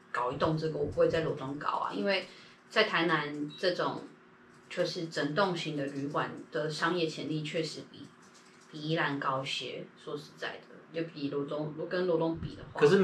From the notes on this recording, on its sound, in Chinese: 抱歉這次錄音出了紕漏。礙於最近工作滿載就沒能重錄了。